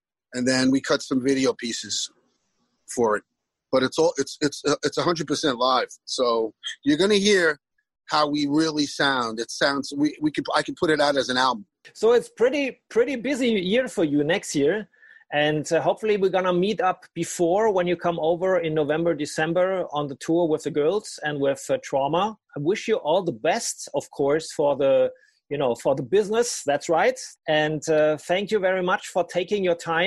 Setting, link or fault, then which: link, video call